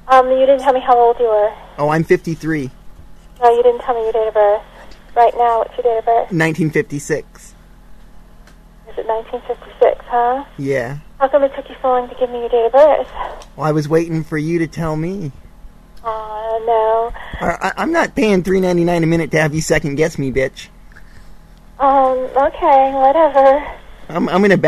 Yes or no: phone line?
yes